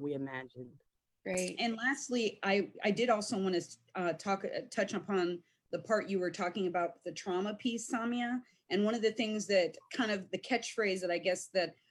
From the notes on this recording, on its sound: a live virtual panel